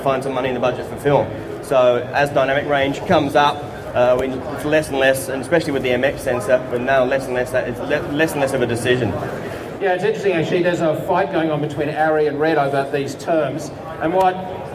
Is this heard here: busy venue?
yes